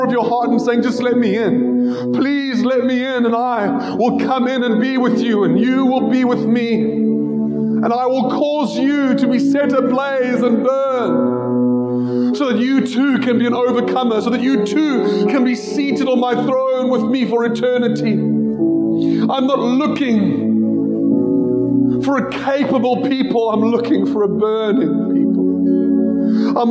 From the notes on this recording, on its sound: Joshua Generation Church Milnerton congregation